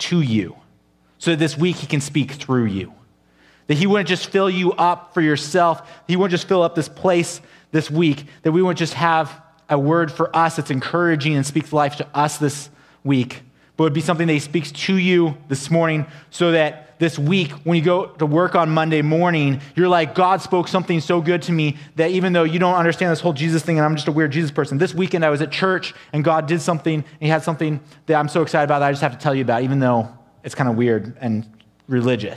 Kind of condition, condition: setting, large echoing room